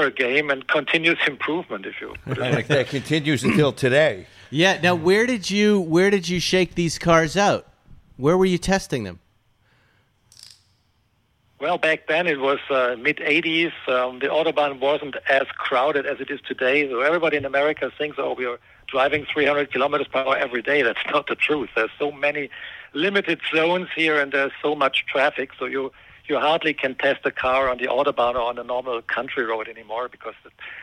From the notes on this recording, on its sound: calls in from Germany